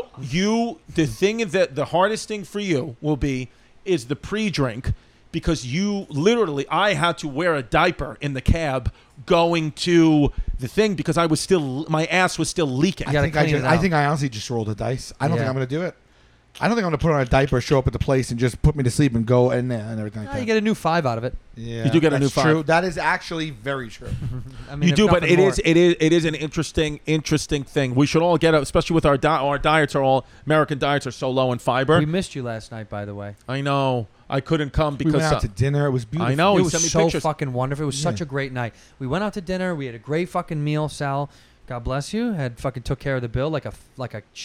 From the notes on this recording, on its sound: LIVE FROM JOEY ROSES!